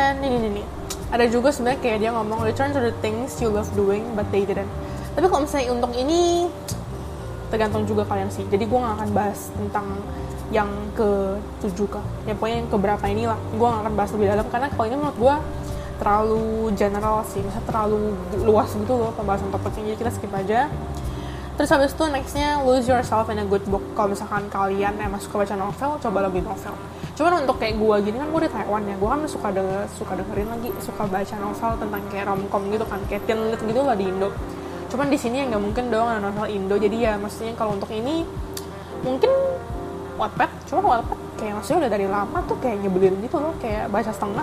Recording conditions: sounds in the background